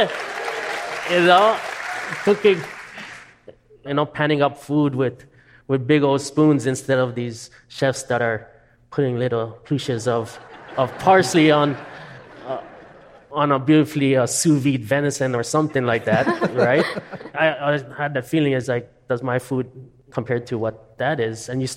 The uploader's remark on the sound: We took the show on the road for a live event at the Hawaii Theatre Center in Honolulu.